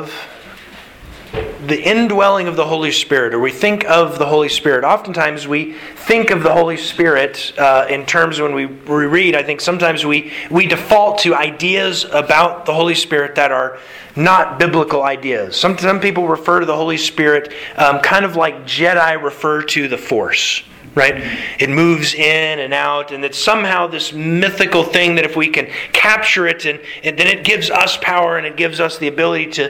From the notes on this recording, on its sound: Sermon delivered to the Galena Bible Church